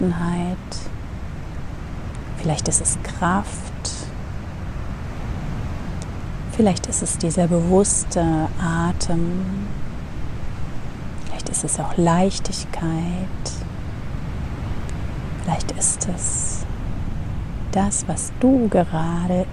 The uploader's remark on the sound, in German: In der heutigen Meditation nehme ich Dich mit an die Atlantikküste. Als Hintergrundgeräusch begleiten Dich die echten Wellen des Ozeans, denn ich habe die Episode am Strand für Dich aufgenommen.